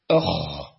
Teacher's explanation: الغين والخاء يخرجان من أدنى الحلق، من أدنى أي الحلق.